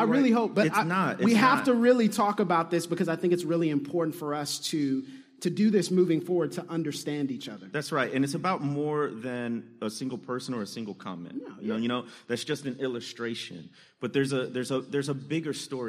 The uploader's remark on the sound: Live From Dallas. Live from Lifepoint Church in Dallas! Record in front of a live audience at the second stop of PTM Live Tour.